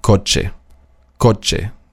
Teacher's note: Der letzte Buchstabe ist das CH für die Spanier. Das CH wird ausgesprochen wie ein TSCH im Deutschen